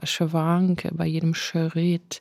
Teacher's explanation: Und dann macht sie was ganz Interessantes, und zwar macht sie bei Schwanke, bei jedem Schritt verzögert sie die Konsonanten und dadurch ergibt sich dieses Schwanken